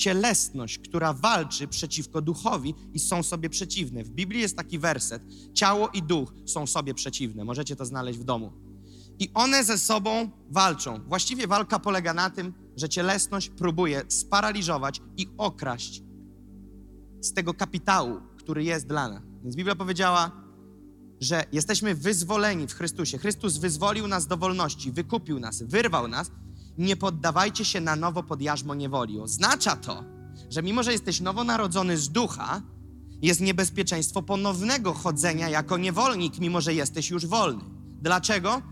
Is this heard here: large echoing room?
yes